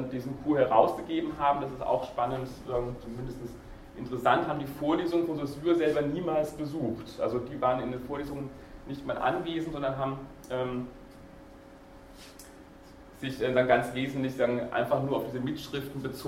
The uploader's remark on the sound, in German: Diese Vorlesung wurde von Studierenden aufgenommen